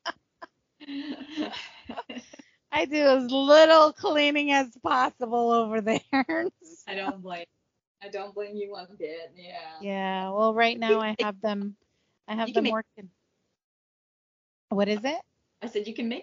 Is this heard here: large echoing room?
no